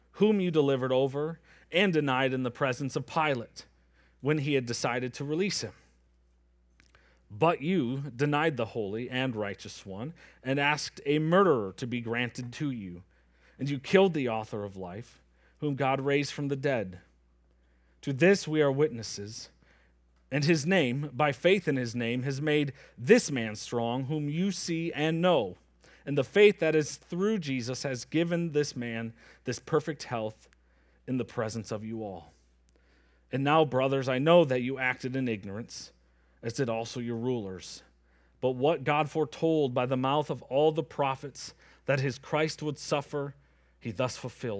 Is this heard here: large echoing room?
yes